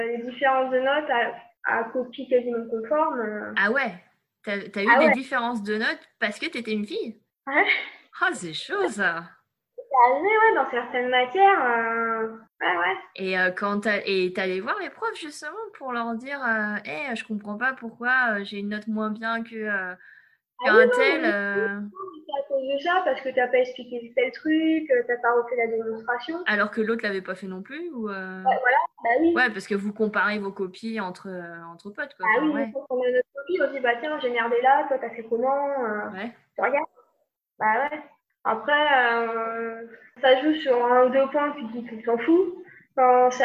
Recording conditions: poor sound quality